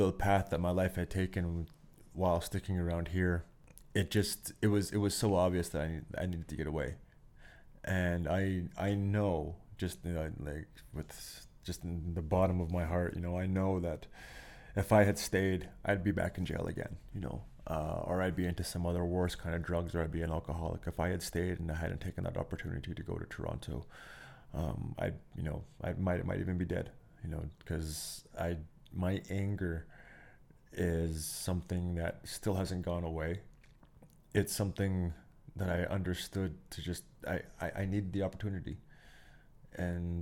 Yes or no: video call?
no